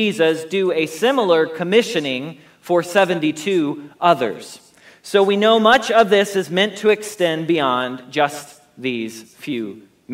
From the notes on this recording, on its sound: Message Preached at Valley Creek Church